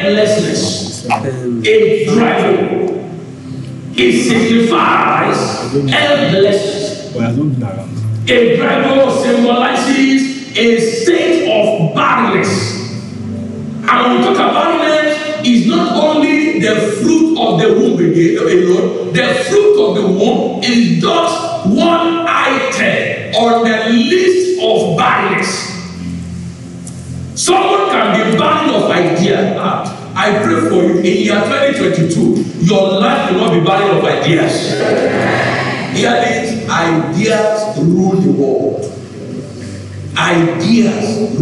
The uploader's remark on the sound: Covenant Champions Global Assembly Live Service